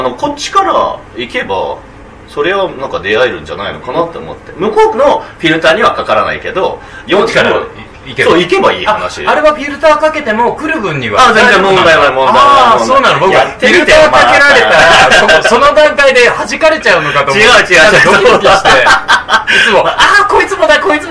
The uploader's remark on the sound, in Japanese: 新宿二丁目ALAMAS CAFEにて公開収録したものを編集しております。途中、会場の都合上、製氷機の音やお客様の声が入っております。機材マイクの関係で音量にバラつきやハウリングがある箇所がございます。